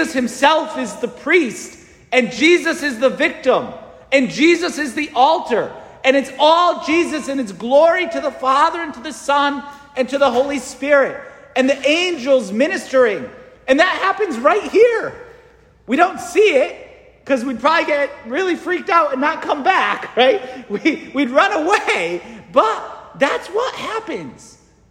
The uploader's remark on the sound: St Francis Catholic parish homily preached